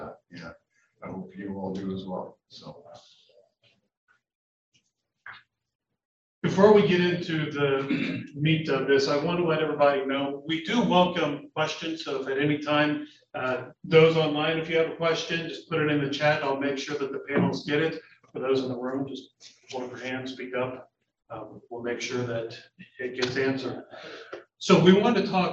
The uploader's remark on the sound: The July 2022 Roadmap to Leadership featured the Deputy Director, Chief Operating Officer, and several administrators of MDT. We present the audio from that webinar.